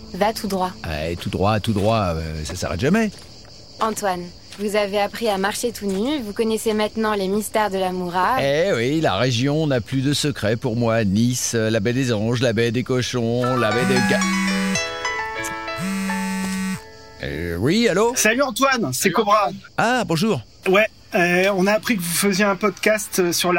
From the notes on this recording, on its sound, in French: Un audiotour du Mercantour, une marche avec les Randonneurs Nues de Provence. Une rencontre dans la montagne avec le gardien de la Mourra.